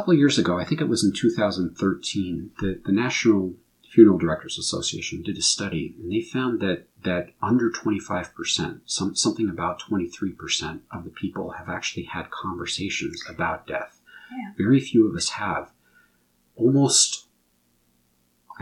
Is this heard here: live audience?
no